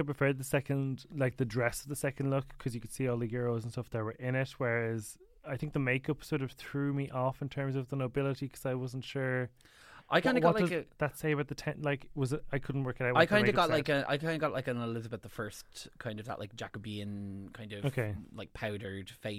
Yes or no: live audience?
no